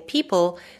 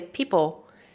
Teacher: getting that tongue into position up behind the upper front teeth on the palate · Shown in: first take · Term: final L